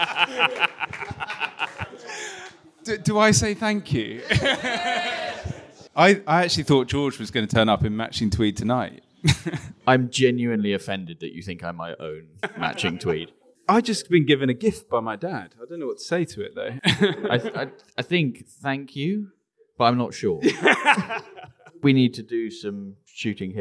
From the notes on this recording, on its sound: we recorded a special episode LIVE at Clays Bar in London